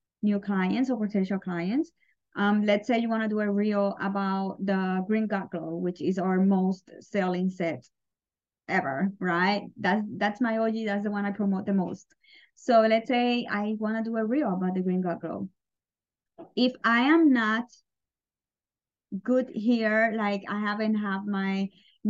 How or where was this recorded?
video call